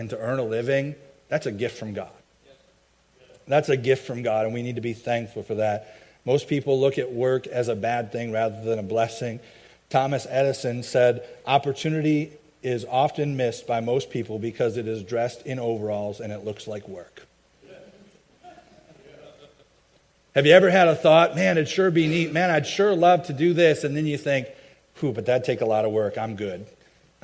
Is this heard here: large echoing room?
yes